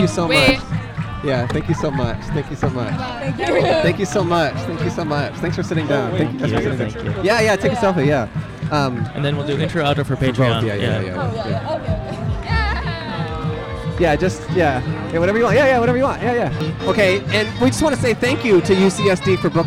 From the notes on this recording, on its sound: At A College EDM Festival (CHAOTIC). In the loudest episode we’ve ever recorded. A campus bus driver. On RIMAC Field.